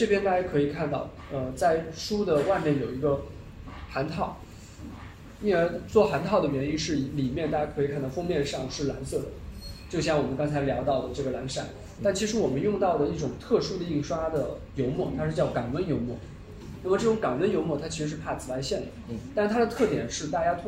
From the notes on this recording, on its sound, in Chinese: 这期现场录音技术简陋，音质堪忧